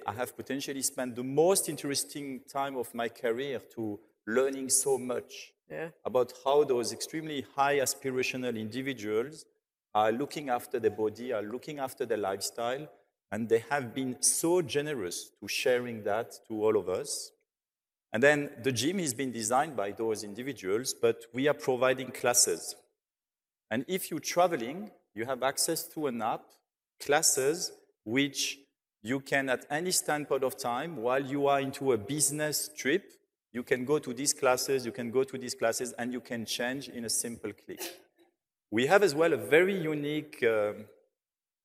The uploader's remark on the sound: on stage in Dubai at Skift Global Forum East